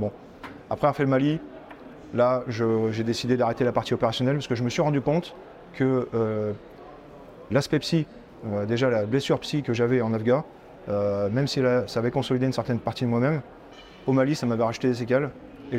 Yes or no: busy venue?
yes